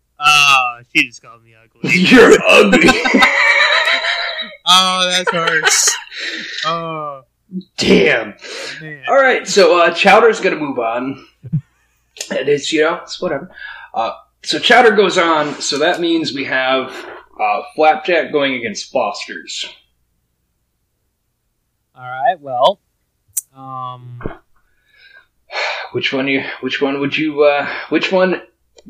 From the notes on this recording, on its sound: Which we do apologize for a shakier audio today. Were having some tech issues with the episode.